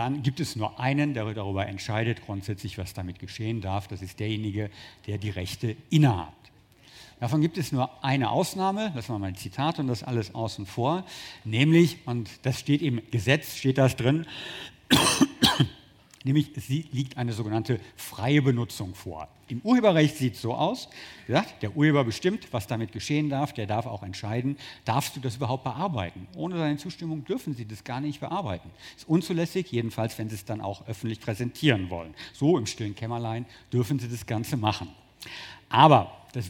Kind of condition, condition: setting, busy venue